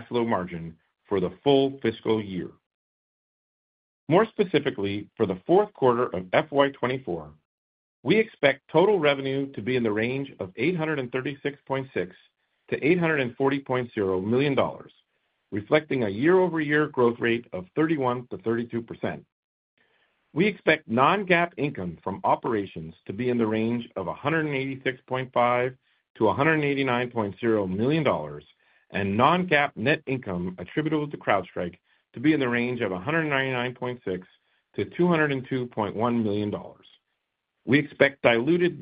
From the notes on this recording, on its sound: Fiscal Third Quarter 2024 Results Conference Call.